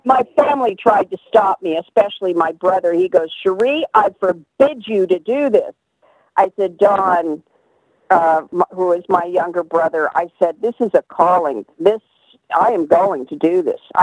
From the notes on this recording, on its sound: All 3 interviews were recorded by phone in the midst of the COVID-19 pandemic.